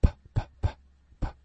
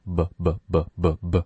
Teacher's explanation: 你会发现这个时候声带不震动，但如果发 b, b, b, b, b,这个时候声带是震动的。你会发现 p 和 b 这两个音口型舌位牙齿都是一样的